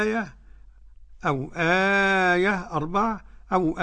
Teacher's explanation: قرأ جميع القراء ومعهم ورش في الوجه الأول بالقصر حركتين. وزاد ورش بها 4 حركات و6 حركات · Term: المد البدل